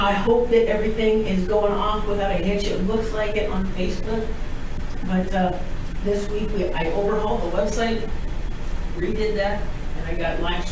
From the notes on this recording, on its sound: We apologize for the audio.